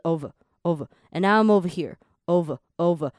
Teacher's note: over here 的这个部分 over，它的 er 是没有很明显